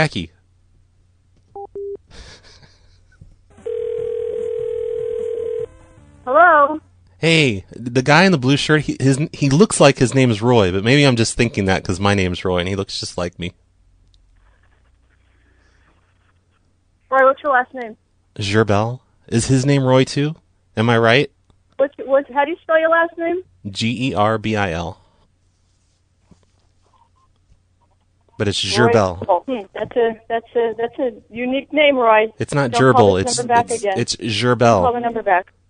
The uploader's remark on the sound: Prank Phone Calls